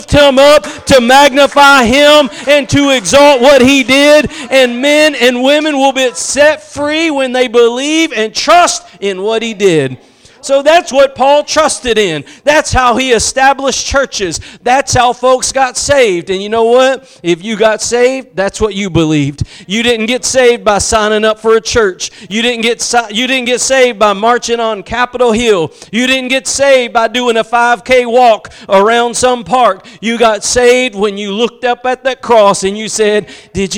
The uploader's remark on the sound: Preached at Gospel Lighthouse in Bossier City, La.